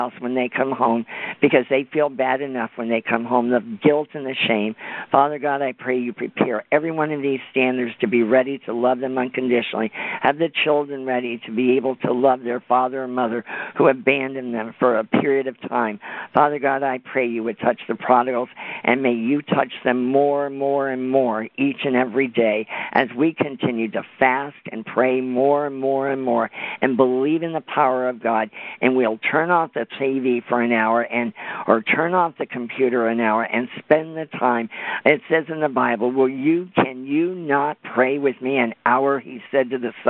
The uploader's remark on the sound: CONFERENCE CALL